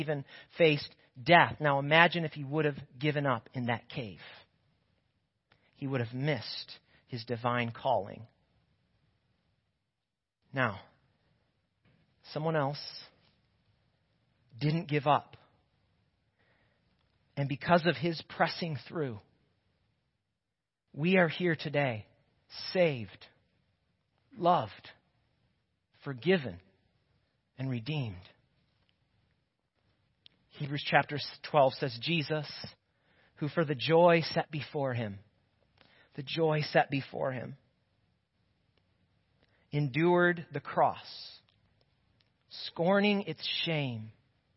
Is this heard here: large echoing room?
yes